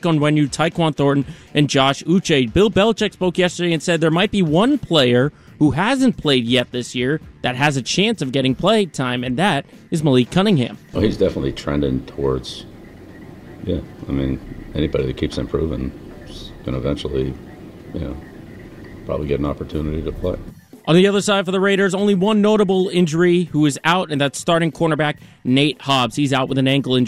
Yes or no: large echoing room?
no